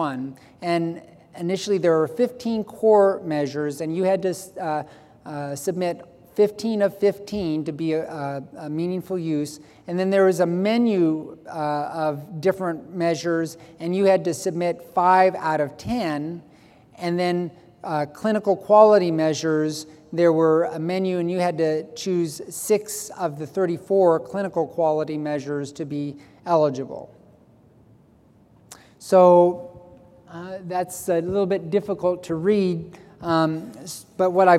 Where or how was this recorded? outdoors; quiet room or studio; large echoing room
large echoing room